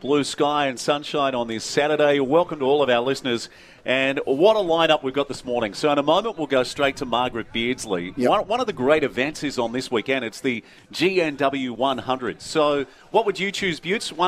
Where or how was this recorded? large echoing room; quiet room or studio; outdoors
outdoors